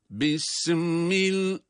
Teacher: Sanki sinde esre var, mime bağlıyor. Bismillah, bism değil.